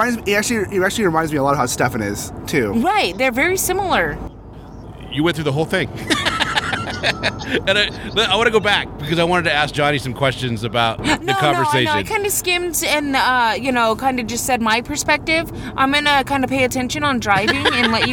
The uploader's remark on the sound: Emerald City Comic Con 2018 Day 3! Live!